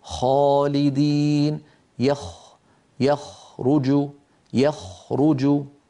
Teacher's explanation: لاحظوا منطقة الخاء ليس فيها انقفال